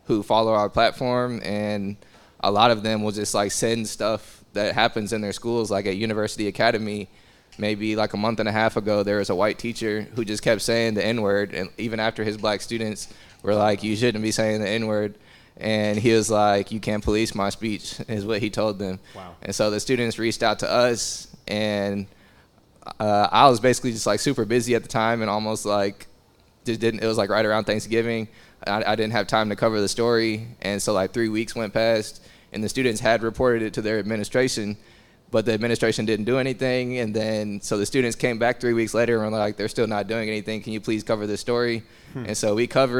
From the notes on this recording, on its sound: This episode was another live podcast event at Kinship Cafe in Kansas City, KS.